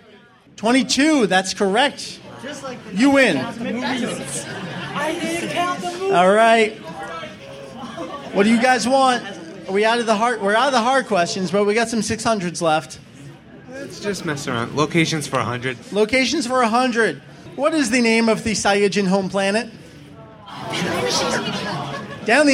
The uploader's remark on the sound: Record live at AnimeNEXT 2007! The DBZ Variety Hour was an hour-long panel filled with gameshow goodness, questions, prizes galore, and lots of fun fandom reminiscing from the participants.